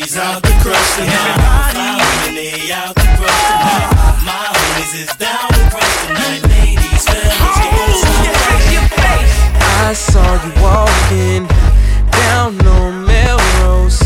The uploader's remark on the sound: LIVE from Oakside Lounge. A Live segment from my Friday night spot.